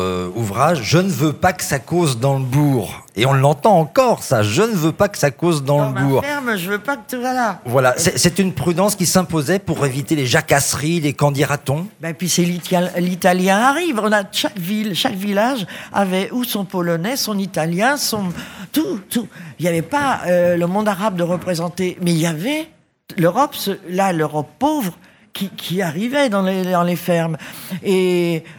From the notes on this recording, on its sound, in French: En direct du salon du livre dimanche 2 octobre 2022. Était sur les radios de la FRAMA en direct du salon du livre.